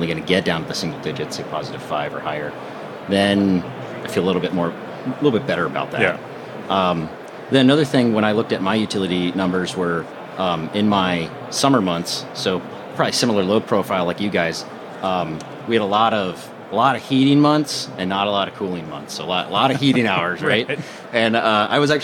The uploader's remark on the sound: live from AHR Expo